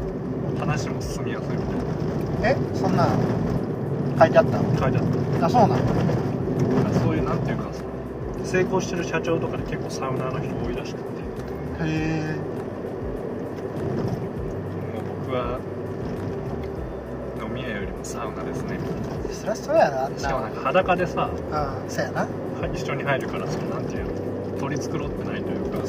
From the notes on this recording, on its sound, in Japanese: テントサウナの聖地「飛雪の滝キャンプ場」まで車で往復7時間。車中トークです。音質悪めですが。